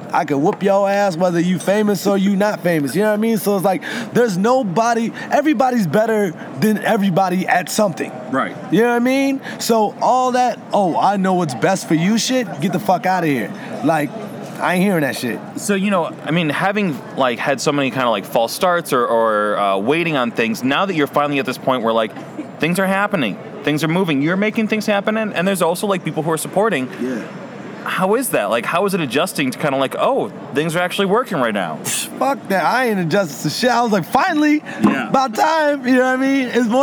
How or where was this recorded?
busy venue